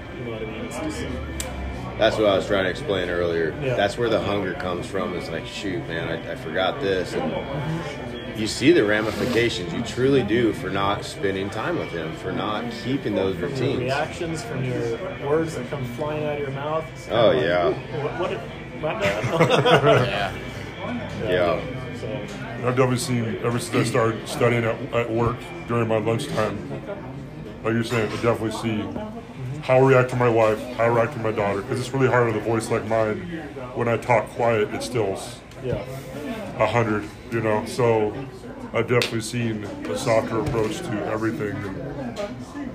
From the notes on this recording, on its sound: We did this episode at rocket bakery, so there is going to be some background noise.